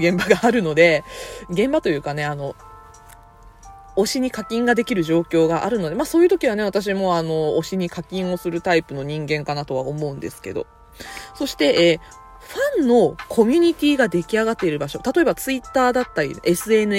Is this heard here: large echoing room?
no